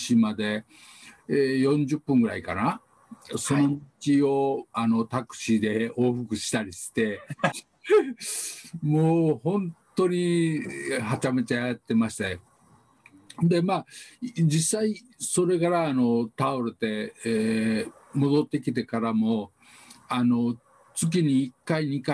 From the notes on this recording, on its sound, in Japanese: オンライン新年会をおこないながら収録しました